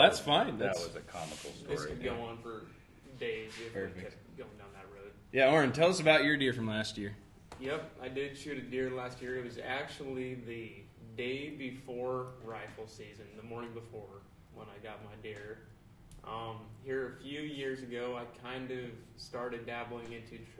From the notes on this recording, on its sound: Live at the Jamboree 2019